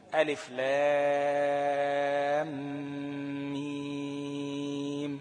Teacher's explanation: ألف لام ميم فيها مدين لازم، في اللام وفي الميم، ألف لام ميم، ماشي؟